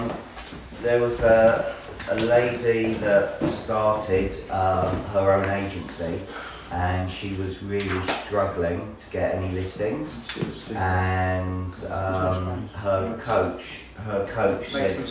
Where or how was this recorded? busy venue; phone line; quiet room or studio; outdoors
busy venue